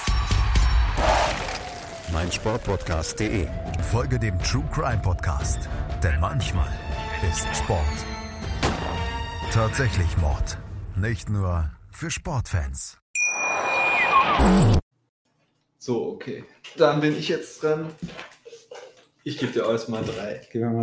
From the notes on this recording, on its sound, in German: Ihr werdet schnell merken, dass der Sound noch nicht ganz stimmig ist.